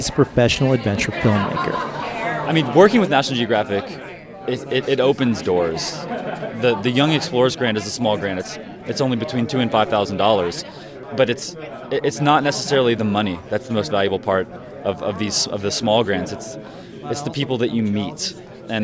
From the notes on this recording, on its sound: During the Banff Mountain Film Festival in a conference room at the Banff Centre in Alberta, Canada aspiring young explorers learn the ropes of turning their dreams of adventure into an assignment for National Geographic.